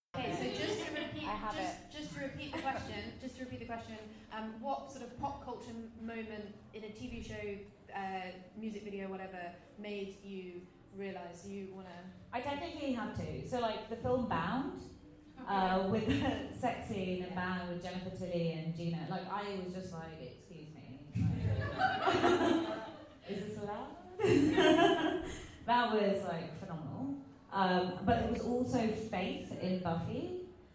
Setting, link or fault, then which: setting, live audience